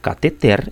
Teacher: Rigorosamente, cateter é uma palavra oxítona